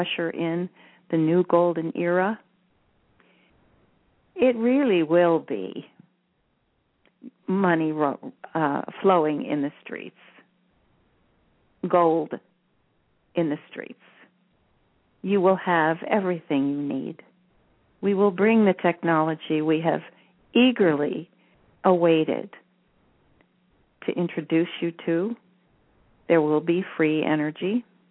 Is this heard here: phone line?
yes